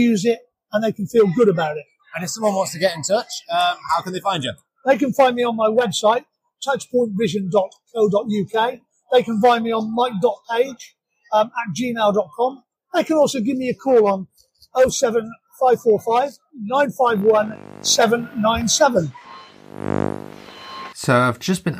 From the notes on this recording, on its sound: Sight Village 2023 Special. We recorded on a very busy show floor so apologies for the audio quality.